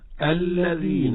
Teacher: وكذلك ننتبه ألا يخرج النفس مع الذال، يعني لا نقول الذين، زين، هكذا، فيخرج هواء ونفسا شديدا فيفسد الحرف.